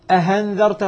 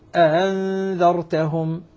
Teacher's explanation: وإذا حققت قلت أأنذرتهم التسهيل أن آتي بالهمزة بين الألف وبين الهمزة · Shown in: second take · بعضهم يقول أن آتي بها بين الهمزة والهاء هذا موجود في الكتب القراء وبعضهم يقول بين الهمزة وحركتها.